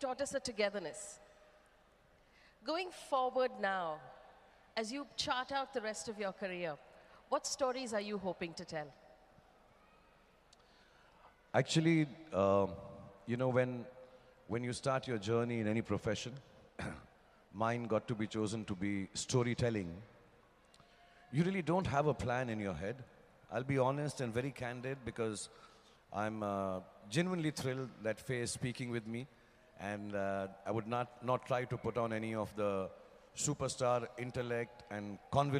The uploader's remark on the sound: Global Icon Award at Sharjah International Book Fair Speech